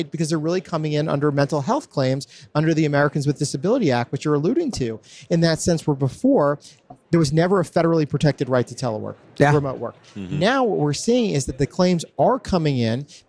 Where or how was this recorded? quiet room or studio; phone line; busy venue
busy venue